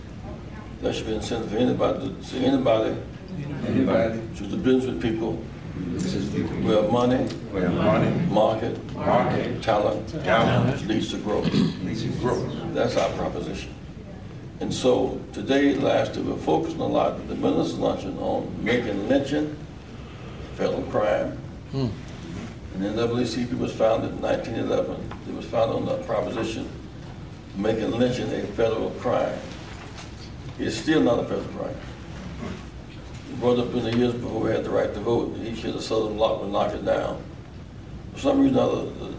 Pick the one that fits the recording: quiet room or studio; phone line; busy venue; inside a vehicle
busy venue